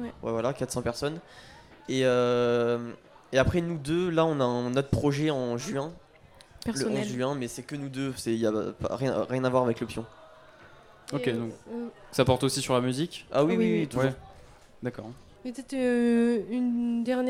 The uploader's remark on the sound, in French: Delta Fm est présente sur le Nouveau Festival 2022, les 11 et 12 mai, au Rocher de Palmer à Cenon (33).